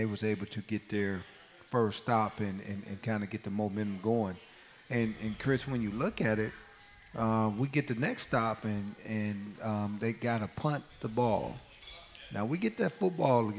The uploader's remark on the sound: From the County Seat Sports Grille in Downtown Lillington, it's Camel Call Live.